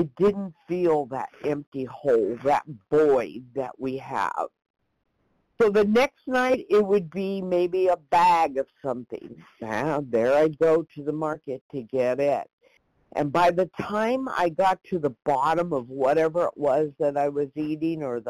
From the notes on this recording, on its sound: 100 Pounders Phone Meeting